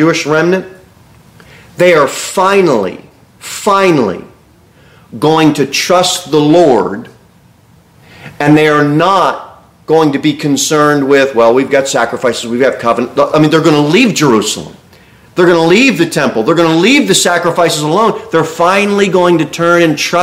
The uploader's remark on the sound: Sermon delivered at Pilgrim Baptist Church. Cookeville, TN 38501.